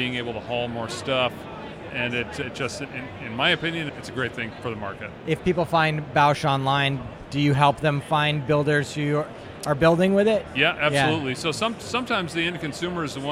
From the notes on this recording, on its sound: Made Handmade Bike Show. Here at the Maid show.